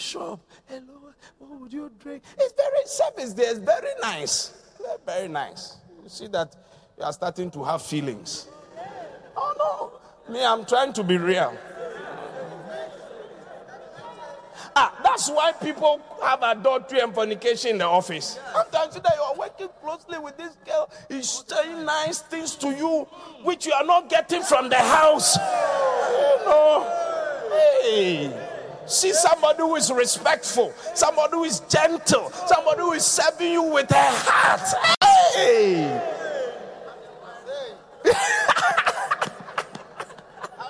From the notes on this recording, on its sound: Preached at The Qodesh. Encounter Service.